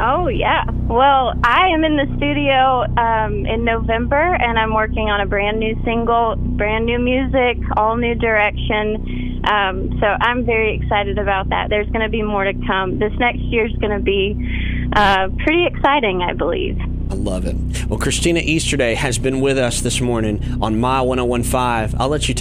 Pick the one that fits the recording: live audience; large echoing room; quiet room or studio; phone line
phone line